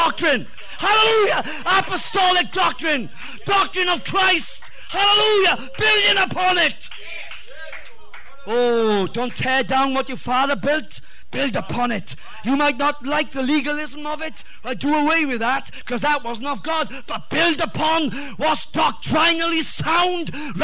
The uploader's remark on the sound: Revival message Preached at West Apostolic Church TX.